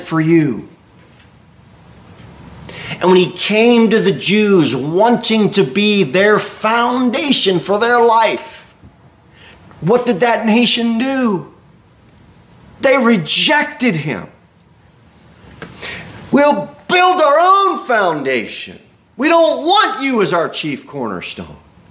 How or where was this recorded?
large echoing room